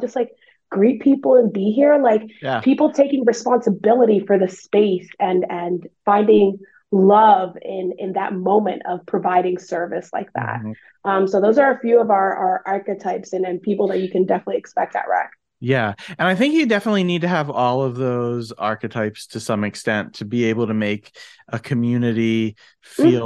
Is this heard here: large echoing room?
no